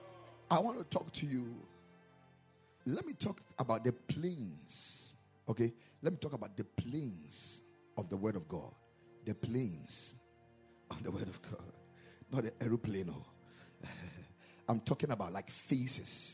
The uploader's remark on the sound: Preached at the Ekklesia Campus.